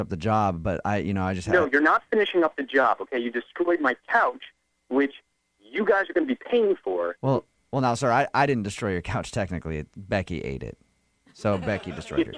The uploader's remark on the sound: Phone Tap